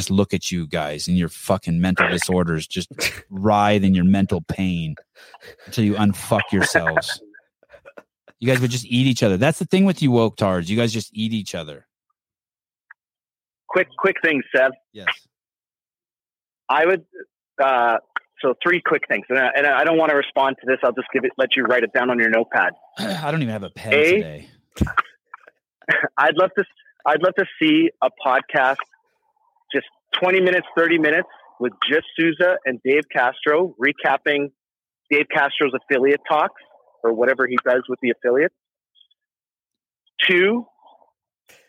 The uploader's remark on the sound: Live Call